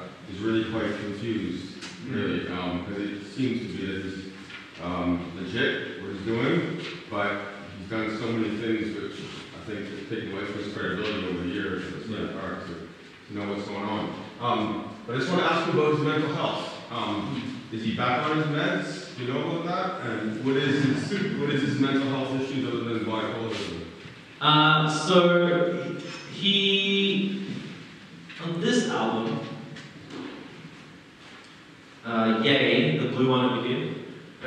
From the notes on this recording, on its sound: Terrible audio quality